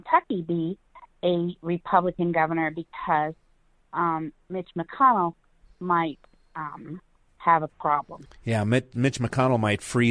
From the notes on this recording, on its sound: The phones are hot. Veterans call.